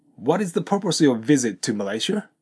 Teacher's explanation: The purpose of silent E ですので、purpose の E が発音されずに S で終わって、of とくっついて、purpose of, solve となります。そして、of の V の音と your、これがくっついて、ofyour。そして、visit to, visit の t と to。これ間を置きながらもリエゾンするというパターンですけども、visitto。そして、最後、尻上がり、to Malaysia という形で発音してみてください。